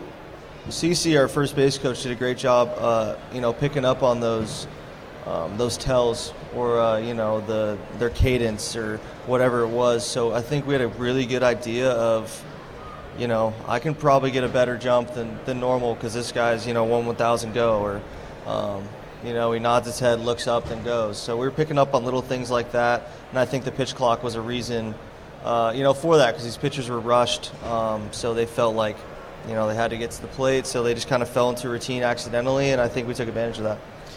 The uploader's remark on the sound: 1410 WING AM ESPN Radio in Dayton. LIVE from Redsfest.